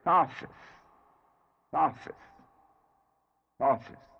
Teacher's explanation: When you look up the knowledge lecture and see how it is spelt, you will notice it has the letter shin in it, which is not pronounced as a sh, but as an S. Because, as you will remember the discussion, it has a doggish on another side of the letter when it is not pronounced as a sh, but as an S.